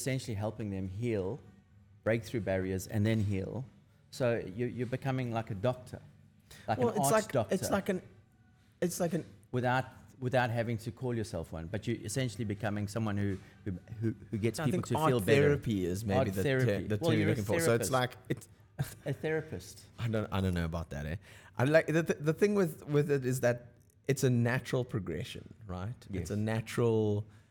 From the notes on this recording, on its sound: Podcast shot on location at : Lifestyle Surf Shop Cape Town